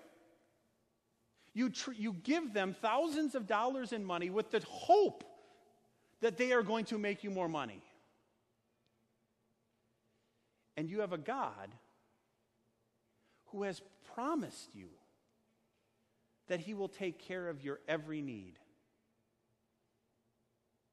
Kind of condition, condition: setting, large echoing room